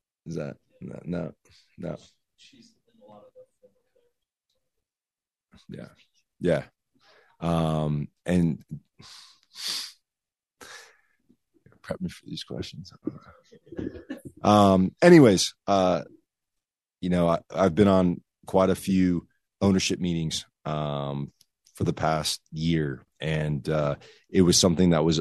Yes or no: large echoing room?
no